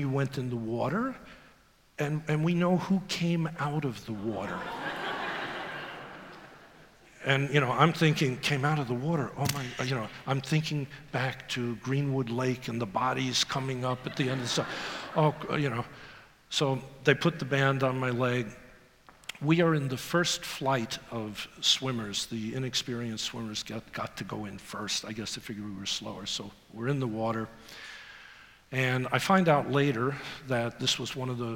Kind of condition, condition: setting, live audience